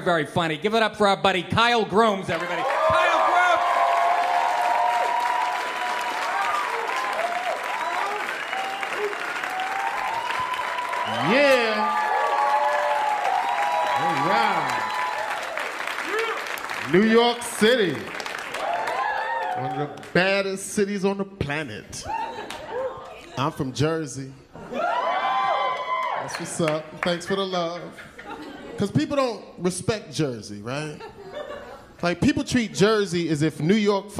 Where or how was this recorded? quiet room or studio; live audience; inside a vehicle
live audience